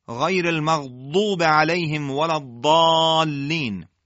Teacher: حرف ضاد رو به صورت انسدادی و پرحجم تلفظ میکنن، به عبارتی مثل دال مفخم ادایش میکنن، دال پرحجم